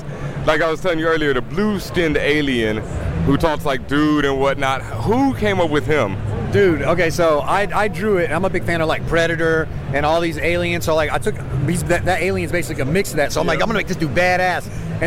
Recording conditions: busy venue